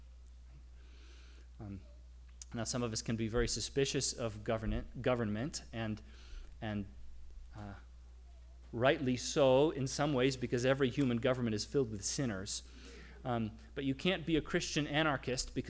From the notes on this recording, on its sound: The audio recording of our worship service